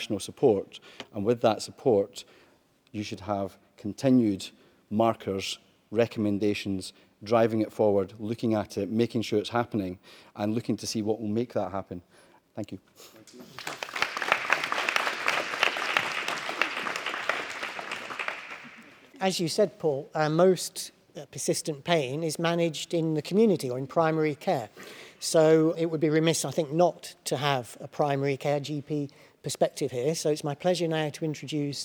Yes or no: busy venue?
yes